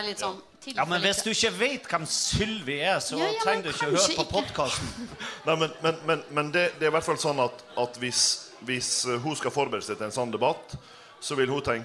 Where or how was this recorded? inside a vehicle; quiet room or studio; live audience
live audience